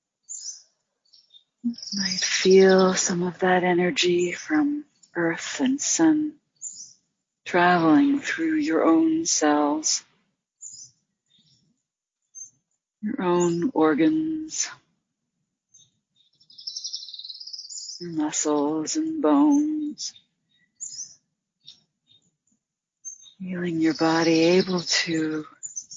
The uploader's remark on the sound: In this guided meditation led from the outdoor setting of majestic redwoods outside of Santa Cruz, California.